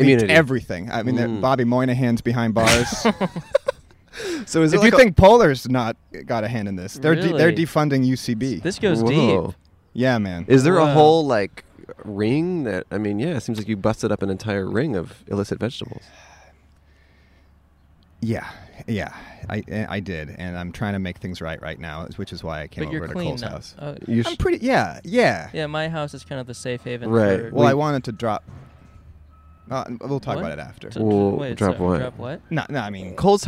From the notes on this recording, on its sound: Outside A Car Dealership. Recorded outside a Nissan dealership in Los Angeles, before the pandemic.